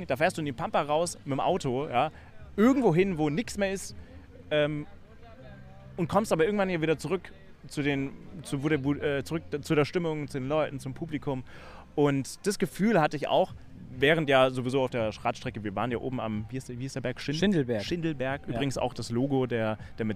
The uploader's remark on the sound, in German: LIVE vom Ironman Kraichgau 70.3. Wir sind beim Ironman Kraichgau 70.3 live vor Ort mit dabei und zeigen euch, was den Triathlon-Klassiker in Baden-Württemberg so besonders macht.